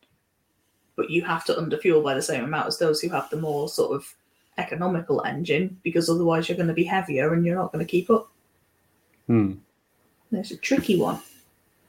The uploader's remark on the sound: Sadly however we had more technical gremlins so the sound quality might not be as good as usual.